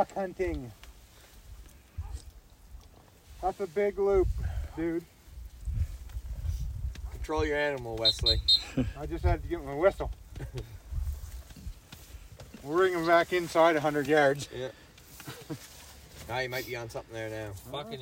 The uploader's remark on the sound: Record a podcast live from the blind.